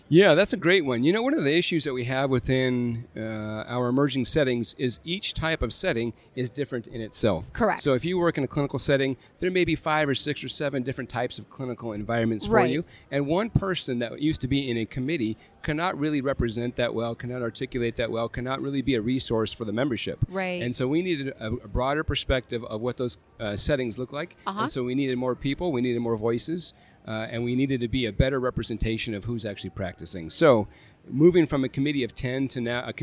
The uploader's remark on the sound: live from the Dragonfly Max Podcast Lounge